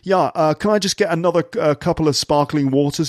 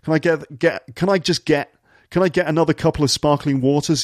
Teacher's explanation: a posh guy in a pub ordering some drinks and intentionally dropping his T's just to sound cool